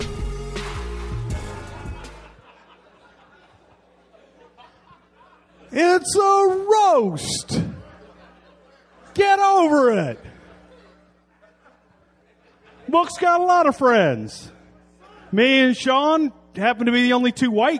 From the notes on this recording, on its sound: recorded at the Houston Improv